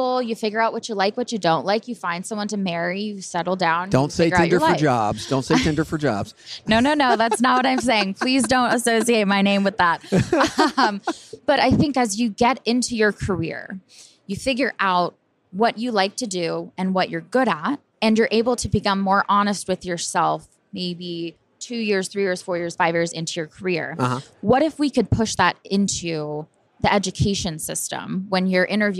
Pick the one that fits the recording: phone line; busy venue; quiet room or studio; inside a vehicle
busy venue